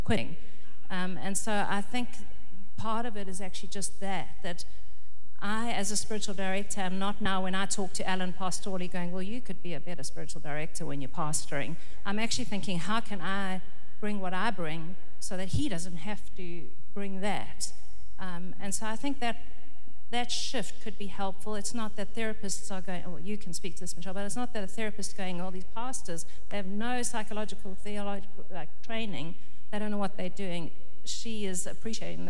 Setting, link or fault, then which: setting, live audience